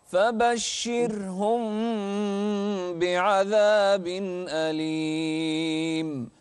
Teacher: فبشرهم بعذاب أليم. رقق الراء أكثر، راء ساكنة قبلها مكسور